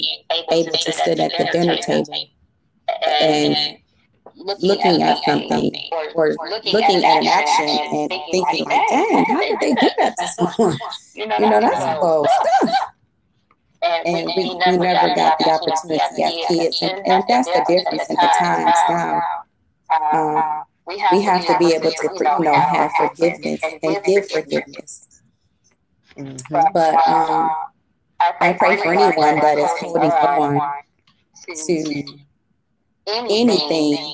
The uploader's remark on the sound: Please listen and forgive the audio..its definitely a learning process..